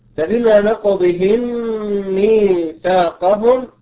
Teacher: ميم ساكنة أتى بعدها حرف الميم المتحرك وهنا إدغام صغير